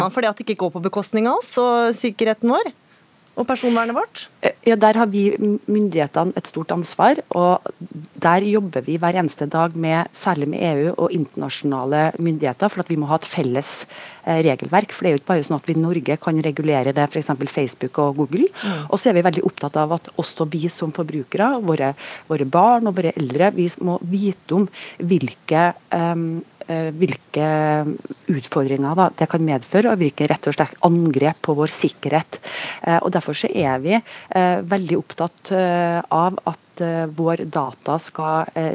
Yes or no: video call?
no